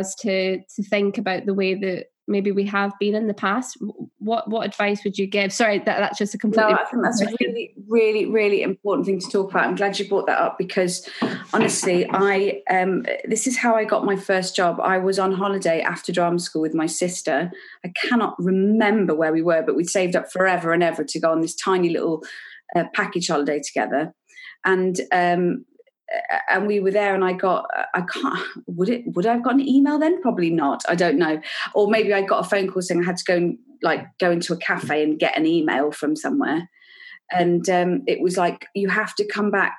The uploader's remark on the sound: This episode was recorded over Zoom.